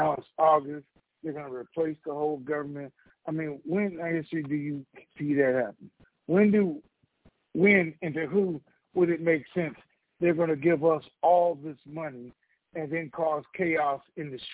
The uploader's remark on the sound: Conference Call